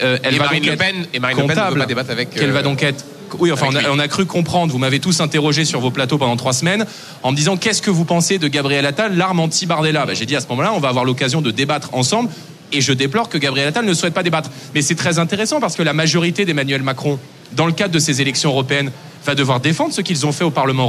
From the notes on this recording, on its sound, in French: En direct et en public.